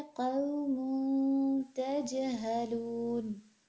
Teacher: ठीक, इसमें से हम देखते हैं तनवीन में कि क़ौमुन तजहलून, क़ौमुन, मुन, दो पेश की तनवीन और तजहलून, ता से शुरू हो रहा लेटर, तो क़ौमुन तजहलून, मुन, मुन, ये जो हम आप देखें जैसे गुन्ना करते ना, वो चीज़ आप करें और साथ में बस नून के मखरज से अपनी ज़बान को थोड़ा सा दूर कर लें